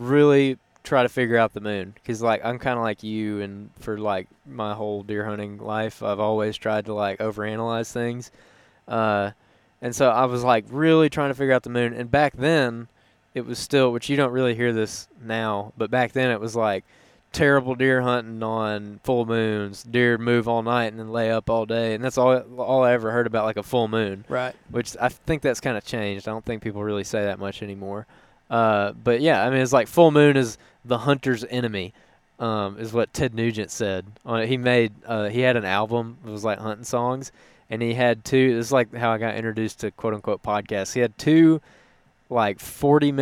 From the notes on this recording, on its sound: On the way in to an afternoon deer hunt on some Alabama public land